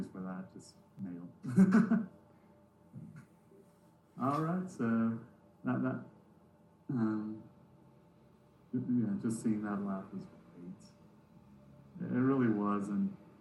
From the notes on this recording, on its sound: Yes i realize the audio problems.